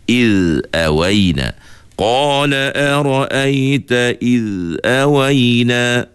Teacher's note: huruf zal juga kita tidak boleh putus suara. Dia kena suaranya mengherit ataupun mengalir suaranya.